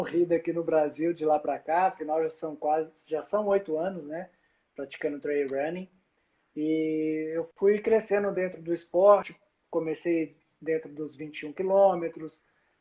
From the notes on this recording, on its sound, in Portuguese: durante uma live, que rolou em nosso Instagram